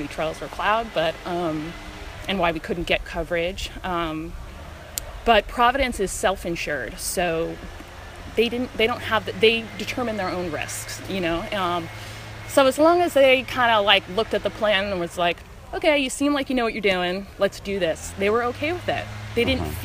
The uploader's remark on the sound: Recorded at the Cody Diggs trails during the … (IG handle) benefit jam.